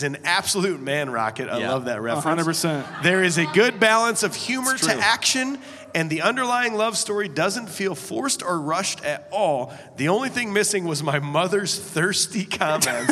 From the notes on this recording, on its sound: We’re headed to Cedar Ridge Distillery for our first ever live show featuring Road House! It’s time for Road House LIVE!